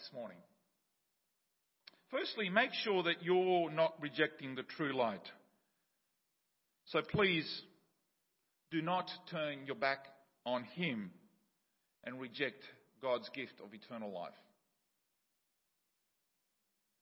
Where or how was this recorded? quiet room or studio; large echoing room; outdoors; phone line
large echoing room